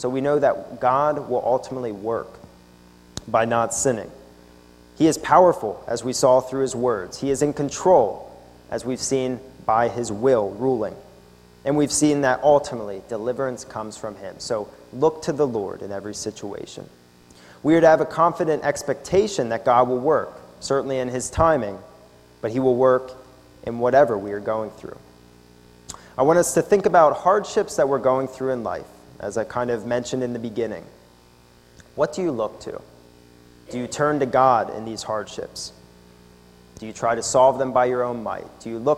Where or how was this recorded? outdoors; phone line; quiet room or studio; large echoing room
large echoing room